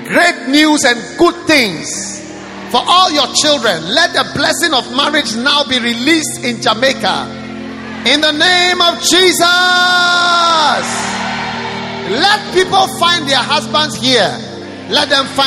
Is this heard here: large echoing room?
yes